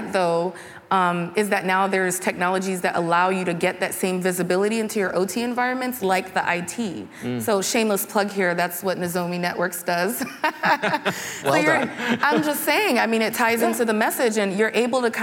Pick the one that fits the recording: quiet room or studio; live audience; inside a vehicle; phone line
live audience